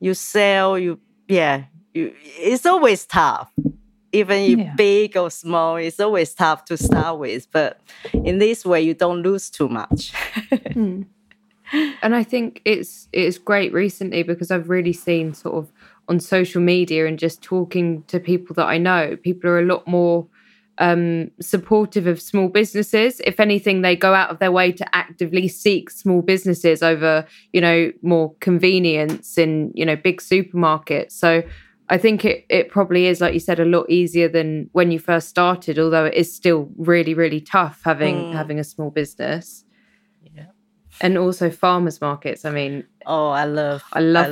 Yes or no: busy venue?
no